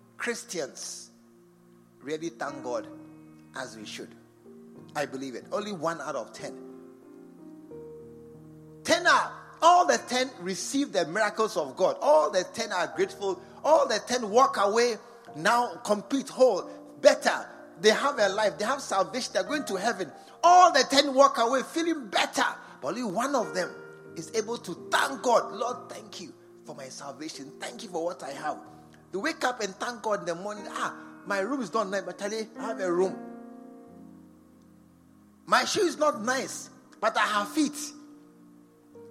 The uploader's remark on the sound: Preached at the True Vine Cathedral, Bantama